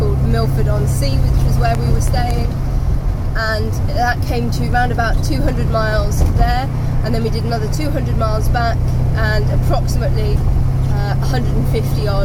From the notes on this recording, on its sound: A podcast designed to fill your passenger seat with chat about classic cars, all recorded from my 1968 Morris Minor, Peggy.